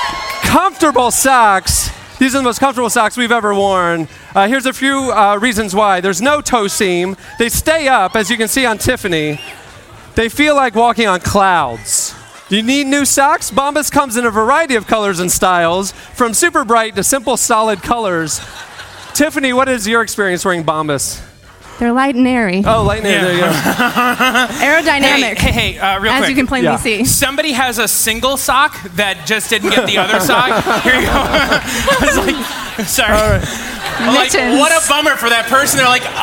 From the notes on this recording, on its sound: This week, we celebrate our 10-year anniversary by recording a live podcast in front of 800 people!